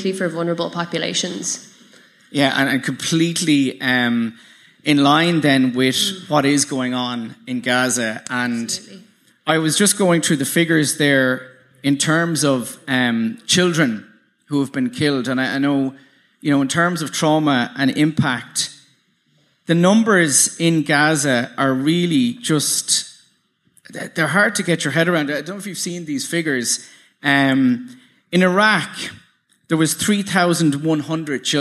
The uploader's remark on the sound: Another highlight from the Podcasts for Palestine was the live Reboot Republic conversation